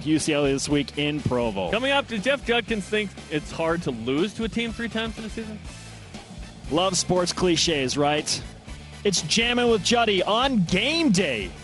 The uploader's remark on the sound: BYU Sports Nation is live from Las Vegas for the WCC Tournament.